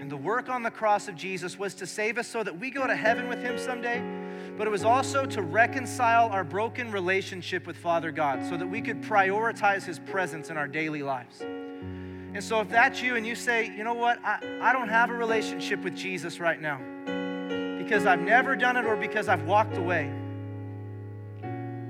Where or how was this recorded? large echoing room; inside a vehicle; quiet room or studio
large echoing room